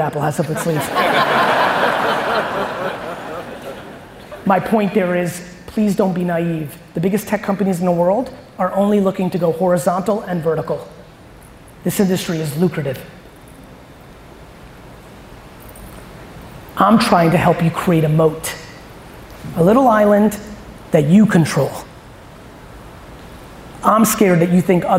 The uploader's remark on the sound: an awesome keynote I gave for Compass Real Estate in Austin, Texas